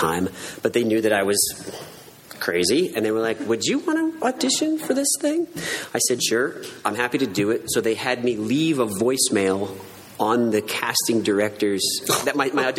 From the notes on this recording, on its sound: A lively panel discussion with a very engaged audience. Recorded at Phoenix Comic-Con.